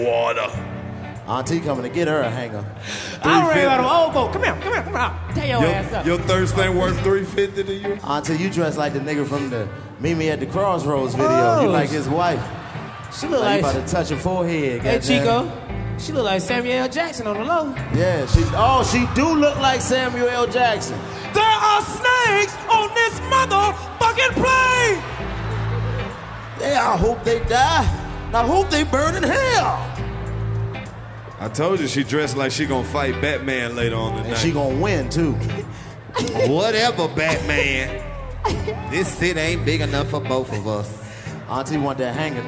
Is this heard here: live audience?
yes